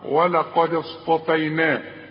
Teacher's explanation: القاف ايه هي اللي تخينه مفخمه